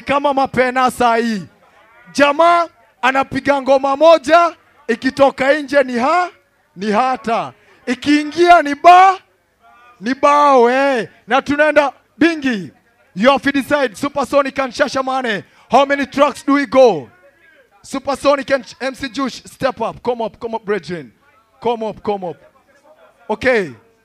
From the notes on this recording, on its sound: This is the recording of the soundclash in Nairobi, Kenya. Unfortunately recording of the DFD is missing but the audio is still a piece of history..